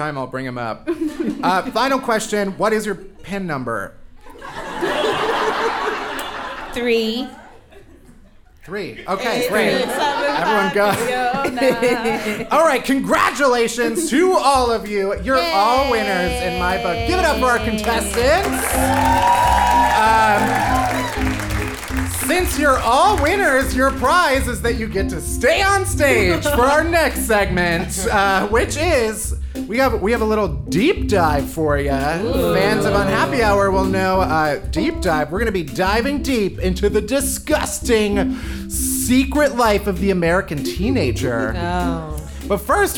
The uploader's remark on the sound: Unhappy Hour Live at The Greene Space! We had our very first live show at The Greene Space in NYC!